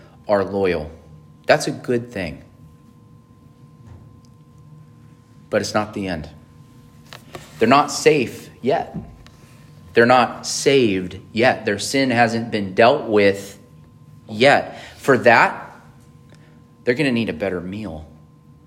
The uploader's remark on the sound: on June 25, 2023 at Emmanuel Baptist Church in Fallbrook, California